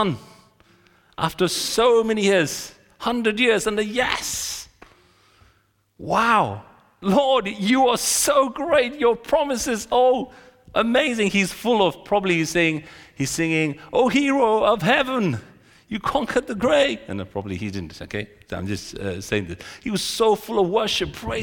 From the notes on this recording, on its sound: This sermon was recorded on Sunday 14th January 2024 at our Great Denham venue.